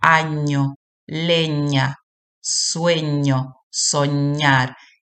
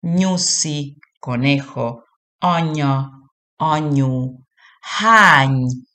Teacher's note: Es un sonido palatal. La ñ, el dorso de la lengua, está ahí en el paladar. Es como una N, pero al paladar.